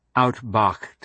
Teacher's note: everyone pronounces the ed as a t because the h is unvoiced, and the rule puts a t next to any unvoiced consonant.